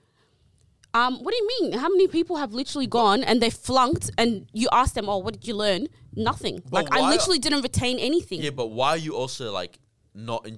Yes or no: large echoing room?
no